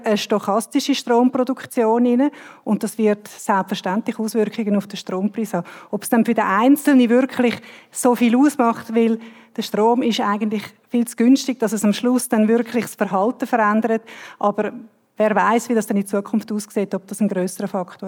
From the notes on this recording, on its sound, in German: Live-Aufzeichnung von der E-nova. Live-Mitschnitt. Von der Eröffnung der E-nova am 29. Juni 2023 in Zürich.